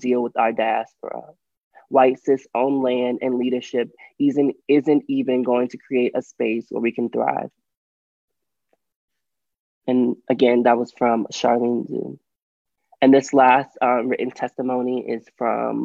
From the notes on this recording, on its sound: We will hear from members of the trans and the non-binary community at the City of Boston virtual Trans and Non-binary Town Hall. This town hall collected written and oral testimony specifically from trans, nonbinary, genderqueer, and gender-expansive individuals currently living in the Greater Boston area.